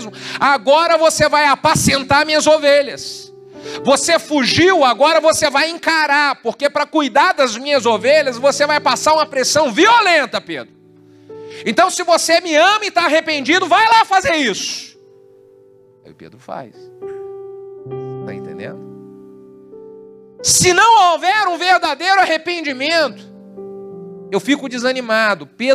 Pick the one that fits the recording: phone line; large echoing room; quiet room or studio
large echoing room